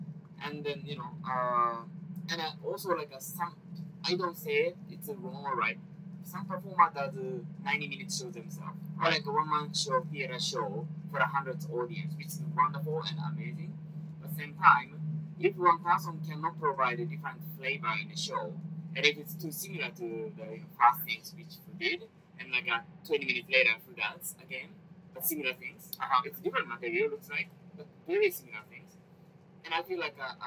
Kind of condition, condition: fault, sounds in the background